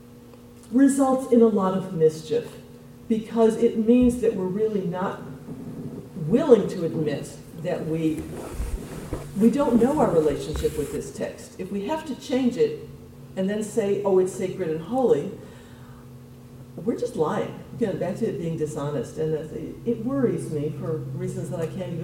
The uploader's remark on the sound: This podcast was recorded on May 1st, 7:30 PM at Temple Sholom in Springfield Ohio. Temple Sholom in Springfield Ohio for hosting the event.